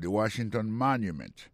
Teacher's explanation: Si nous mettons accent sur accent encore, on va voir que mot Washington, l'accent tombé sur le premier syllabe. Pour mot monument, il tombe sur le premier syllabe.